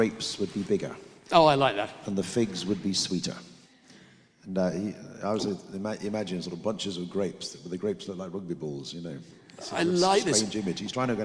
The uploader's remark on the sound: Recorded as part of a lecture. At St Mellitus College.